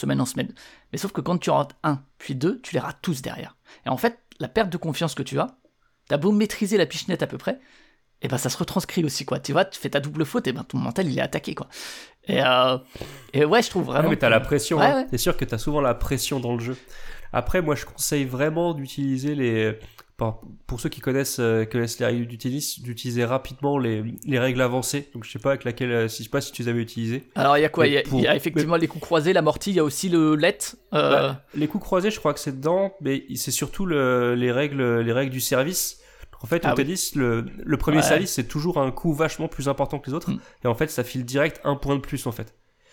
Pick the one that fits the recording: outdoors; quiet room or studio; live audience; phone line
quiet room or studio